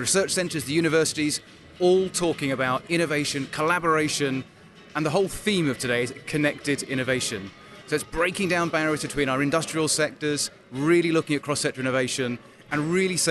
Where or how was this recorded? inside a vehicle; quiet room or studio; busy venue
busy venue